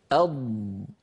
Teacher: والضاد مستعلية، يعني يتجه ضغط صوتها عند نطقها إلى قبة الحنك في الفم. والضاد مطبقة، يعني ينحصر صوتها بين قبة الحنك واللسان كما أسلفنا وشرحنا.